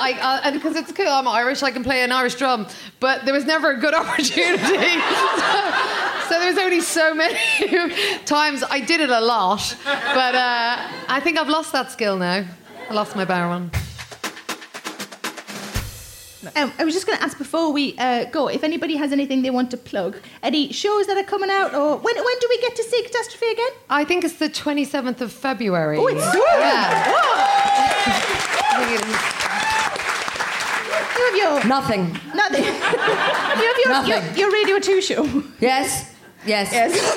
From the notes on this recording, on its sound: Recorded at Leicester Square Theatre on January 11, 2017.